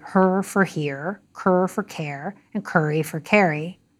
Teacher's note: In St. Louis and Washington, D.C., African American English speakers say her for here, cur for care, and curry for carry.